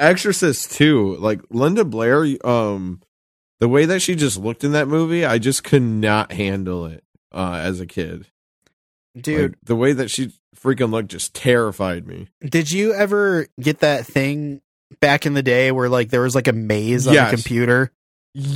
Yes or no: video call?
no